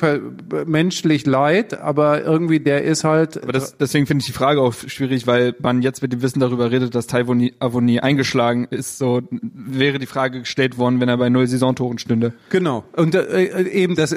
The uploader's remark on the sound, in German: Da nur wenige Karten verkauft werden konnten, stellt das Deutsche Theater freundlicherweise die Aufnahme der Veranstaltung allen frei zur Verfügung.